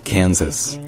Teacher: Dans Kansas, en fait, l'accent tonique est sur le « can ». Donc c'est Kansas.